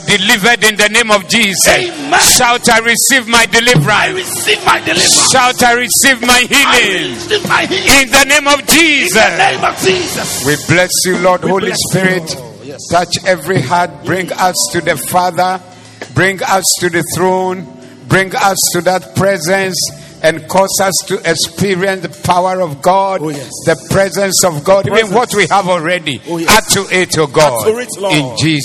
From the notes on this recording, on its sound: Preached at the Zeloo Service 17092023